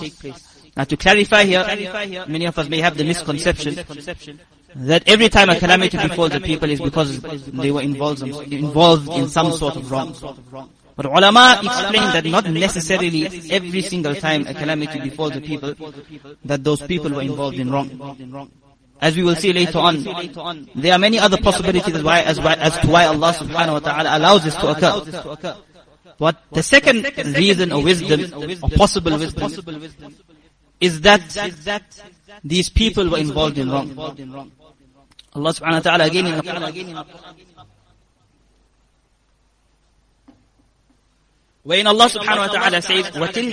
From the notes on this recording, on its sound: Jumuah lecture